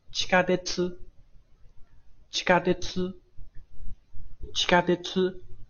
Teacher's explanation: 那么这个单词的声调是往上升的，啊，它是往上的